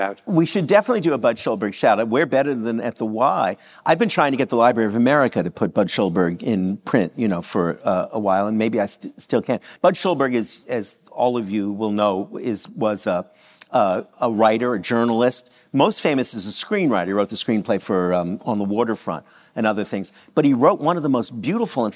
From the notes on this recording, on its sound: In a live conversation taped at the 92nd Street Y in New York City